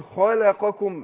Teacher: اللام مرققة وبعدين القاف مفخمة وبعدين الكاف مرققة